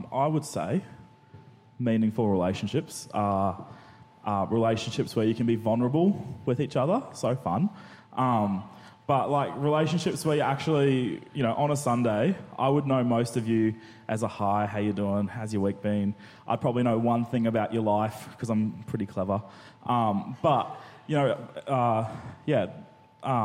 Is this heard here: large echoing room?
yes